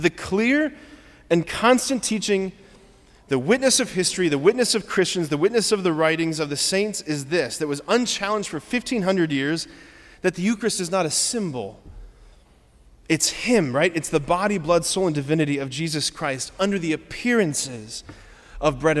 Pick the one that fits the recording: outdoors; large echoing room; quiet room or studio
large echoing room